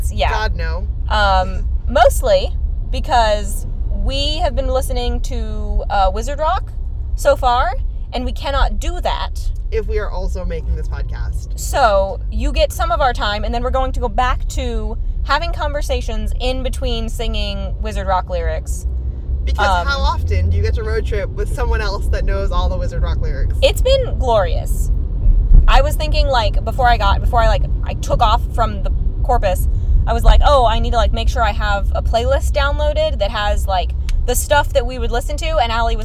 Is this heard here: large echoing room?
no